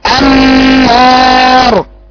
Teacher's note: هذا الحرف المشدد نون مشدده يعني كانها حرفين بقرا اللي هو هذا الحرف بصفته اللي هي التوسط في النون بدي له صفه التوسط وبعدين بعد كده بدي الغنه وادي الفتحه النار.